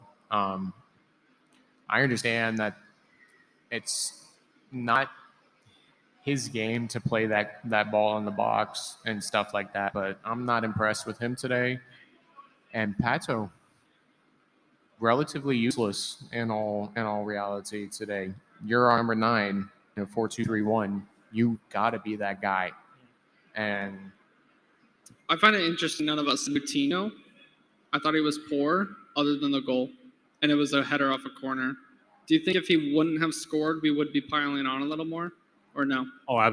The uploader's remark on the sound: Big thanks to Tin Roof Orlando for letting us do our first ever live podcast at their venue!